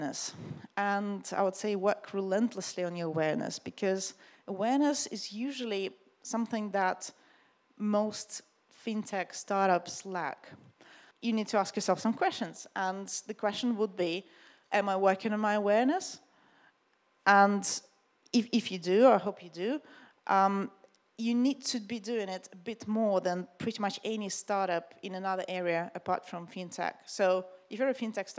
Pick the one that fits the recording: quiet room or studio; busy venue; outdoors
busy venue